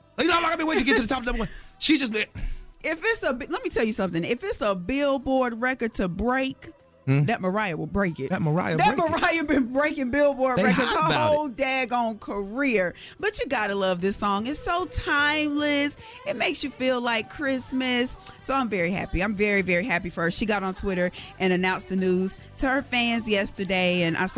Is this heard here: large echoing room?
no